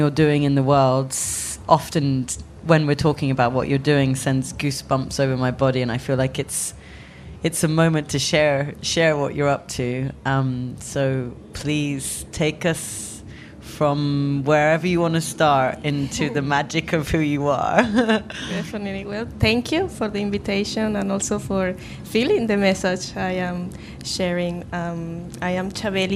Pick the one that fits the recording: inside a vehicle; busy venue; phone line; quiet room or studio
busy venue